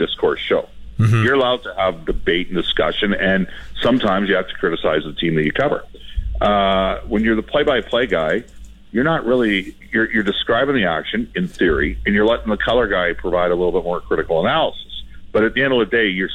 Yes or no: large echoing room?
no